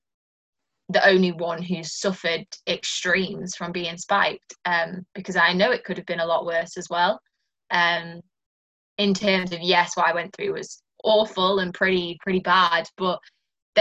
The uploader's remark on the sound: Over Zoom as she tells me her story.